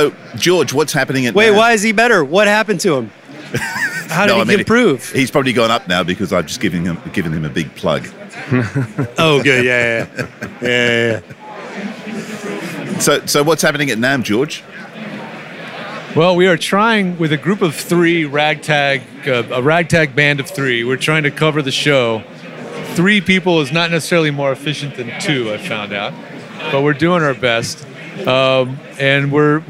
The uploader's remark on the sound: Live From NAMM. With NAMM on in Anaheim this week. Take you live to the floor.